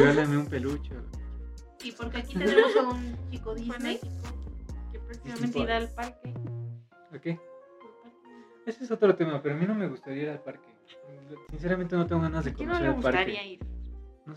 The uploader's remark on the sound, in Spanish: Una disculpa por la fallas de origen, a una persona de este grupo le encanta utilizar iPhone en todo momento y no sabíamos que esto provoco interferencia